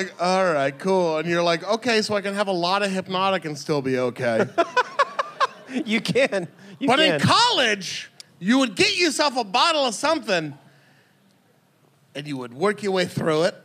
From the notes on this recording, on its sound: Another live one for you! This was recorded live in Boston at The Sinclair .